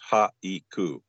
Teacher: the word haiku in English has two syllables. But in Japan, it counts as three sounds